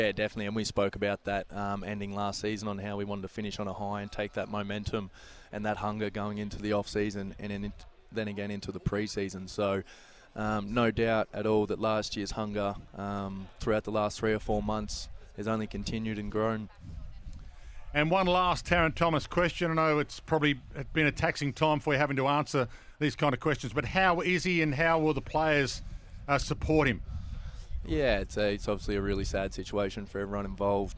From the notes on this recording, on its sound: Live at AFL Captain's Day. On SEN.